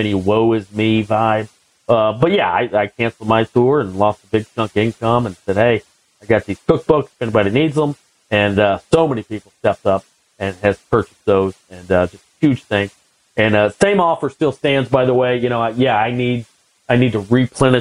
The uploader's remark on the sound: sequestered at home and recording over the phone